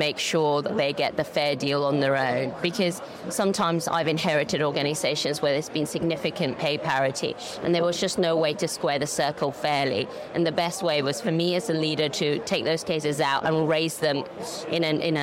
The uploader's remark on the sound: In this podcast episode live from FinTech Connect 2023